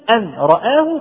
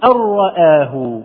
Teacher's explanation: ولكننا إذا حققنا الإضغام فعلا نلاحظ أننا نقول أرآه، ارتفع مرة واحدة فقط للراء ولم يرتفع للحرف المدغم وللحرف المدغم فيه · Shown in: second take · فإذا حققت الإضغام فعلا فمعنى ذلك أن اللسان سيرتفع مرة واحدة لهذا الحرف المشدد وننسى هذا الحرف المدغم.